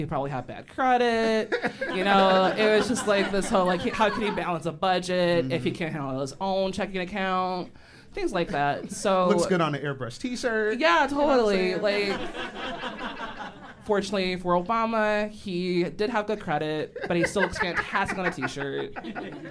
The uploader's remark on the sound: Live in Chicago at Steppenwolf Theater. During a live show at Steppenwolf Theater Chicago for the “Sounds Like Chicago” Podcast Festival.